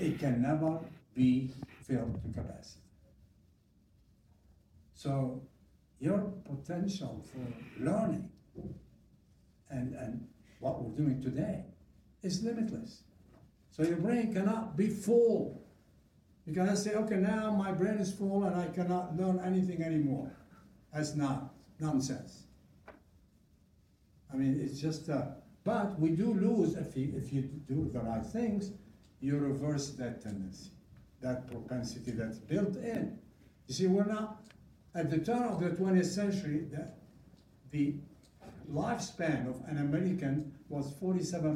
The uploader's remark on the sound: live audio